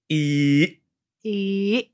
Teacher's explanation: And you have to apply the glottal stop, which I taught in a super easy English recently. So if you do the letter E and cut the E short without closing your mouth, you'll do a glottal stop.